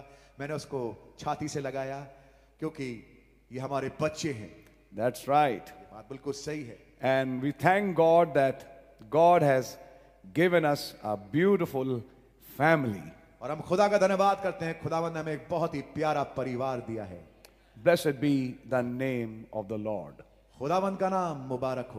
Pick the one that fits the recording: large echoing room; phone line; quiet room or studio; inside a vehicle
large echoing room